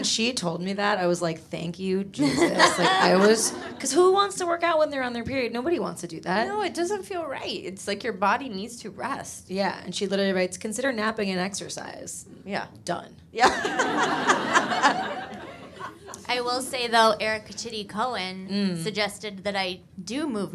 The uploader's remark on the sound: Live! In NYC. First ever NYC live show at Union Hall in Brooklyn.